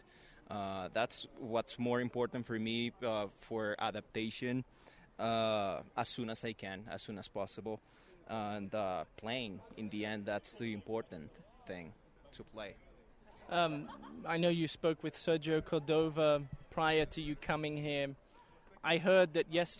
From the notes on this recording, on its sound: Live From RSL Practice.